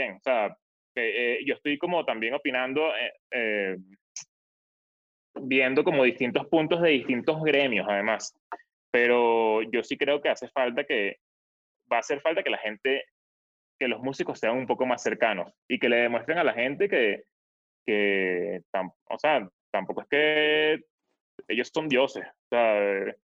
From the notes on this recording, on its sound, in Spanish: El Music Deal se conecta vía zoom